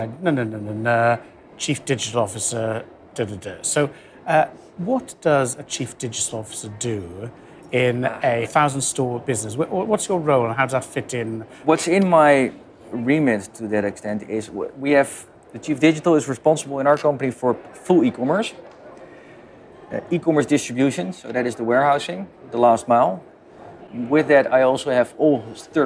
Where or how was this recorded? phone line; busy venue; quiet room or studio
busy venue